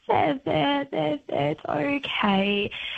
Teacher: You're using pitch variation. You're going from high to low.